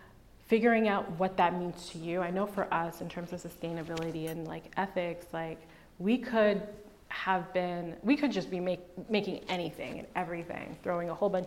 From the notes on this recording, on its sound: In front of a live audience. Held in a live format at the Pinterest Canada headquarters in Toronto.